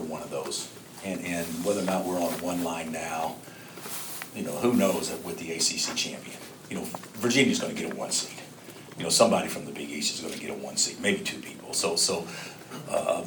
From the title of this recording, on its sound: Press Conferences & Post-Game Interviews